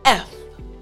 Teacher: for the F sound, you aren't going to vibrate at all. It's just F.